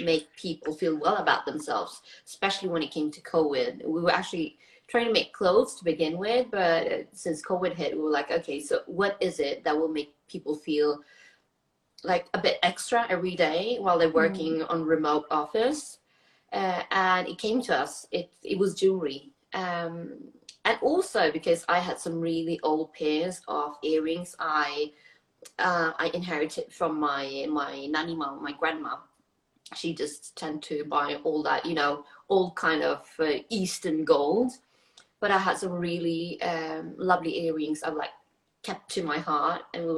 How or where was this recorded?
video call